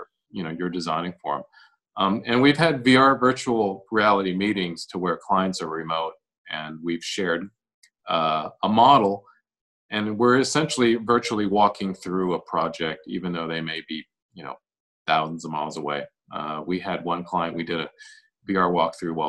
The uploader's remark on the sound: This is episode was recorded remotely on May 20, 2020.